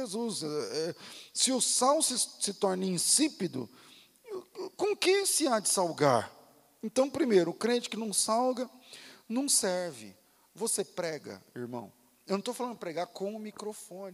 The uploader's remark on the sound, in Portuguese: Culto ao vivo